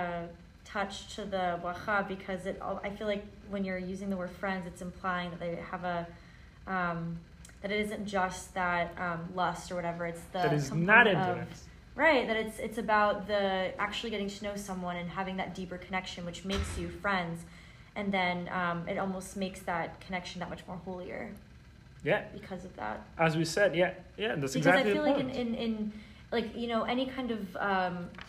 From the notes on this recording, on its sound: This episode is a recording of Lesson 3 of the Wednesday Night Torah class at YJP, a JLI course about relationships, marriage, and intimacy.